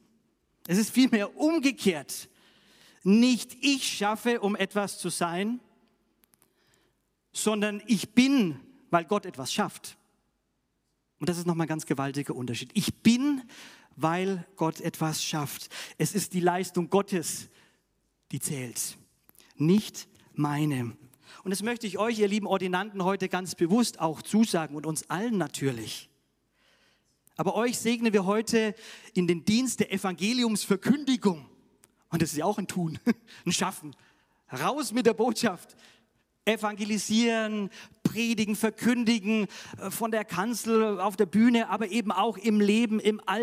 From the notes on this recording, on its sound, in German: aus dem Classic-Gottesdienst der Missionsberg-Gemeinde (LM) vom 10.